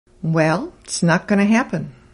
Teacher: When you listen to my sentence again, notice that the T is almost completely dropped from its, and going to becomes gonna · Term: normal contracted speech